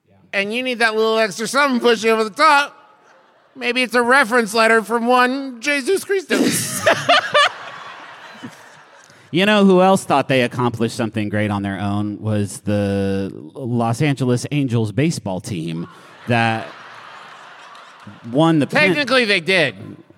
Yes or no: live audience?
yes